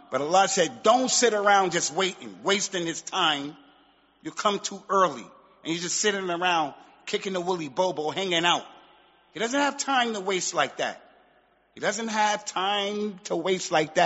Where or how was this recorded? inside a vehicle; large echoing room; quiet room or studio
large echoing room